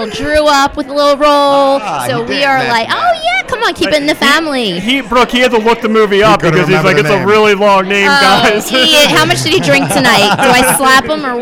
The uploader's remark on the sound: LIVE in Philly. LIVE at the Philadelphia Theatrical Premiere of "1/2 New Year".